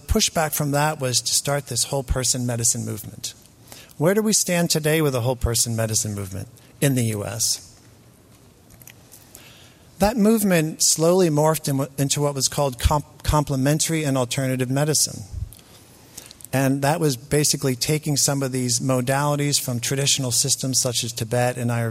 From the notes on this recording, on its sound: delivered these plenary talks as part of the Tibetan Medicine Conference on Mind-Body Health held at Harvard in October, 2017.